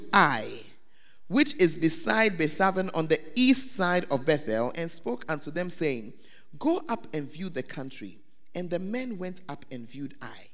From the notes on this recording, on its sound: Preached at the Make Yourselves Saviours Of Men Camp 13th to 15th of February 2019 in Mampong, Ghana